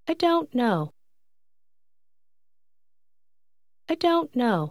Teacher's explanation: لاحظ كيف يختفي الصوت ت تقريبا من كلمة don't حين تنطق مجاورة لكلمات أخرى